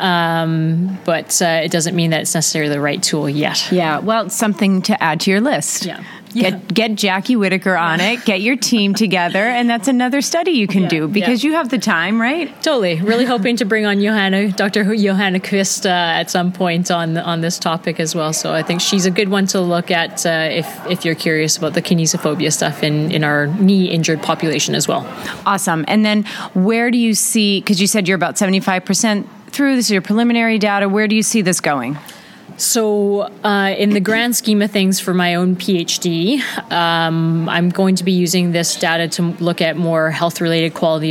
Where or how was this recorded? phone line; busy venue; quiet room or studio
busy venue